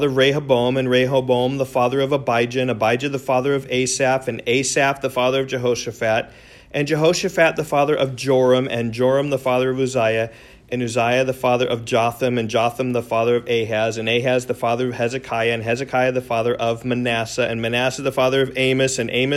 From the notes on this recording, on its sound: recorded in class